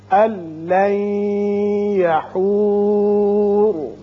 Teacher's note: یہاں نون ساکن کے بعد لام ہے، ادغام بغیر غنہ ہوگا